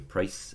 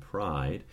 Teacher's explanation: So if we compare price with pride, if I say price and pride, one of the things that happens is that we get a vowel shortening as a result of that fortis consonant · Shown in: first take · And that shortening, the way I've kind of always explained it to myself is that that gives me less time to move my articulators.